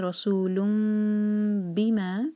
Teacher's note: بما جو ہے 2 سلیبل والا ورڈ تو بی پر زور دیا جائے گا